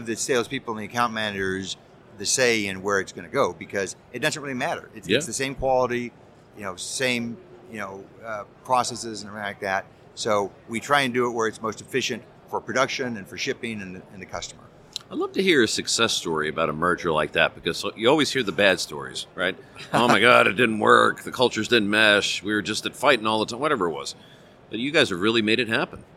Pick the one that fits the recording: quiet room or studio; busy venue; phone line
busy venue